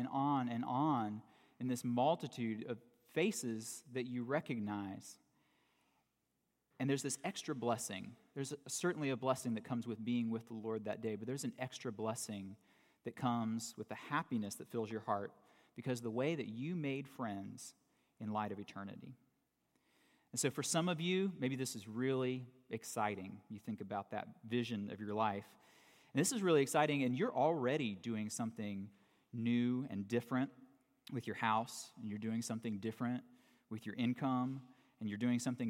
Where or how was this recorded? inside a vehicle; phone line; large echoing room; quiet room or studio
large echoing room